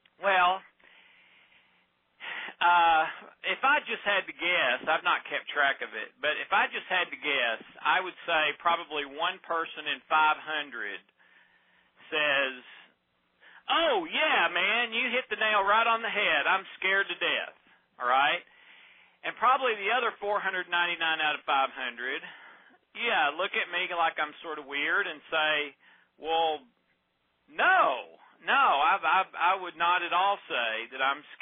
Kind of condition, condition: link, phone line